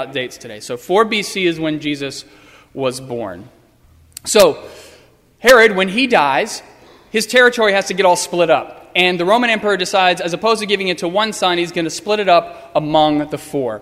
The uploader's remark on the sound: Sermon preached on Sunday, April 12, 2015. At First Presbyterian Church of Arlington Heights, Illinois.